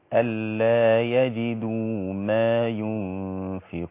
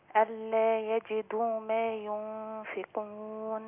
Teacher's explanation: أعطي المد بالواو حقه · Shown in: second take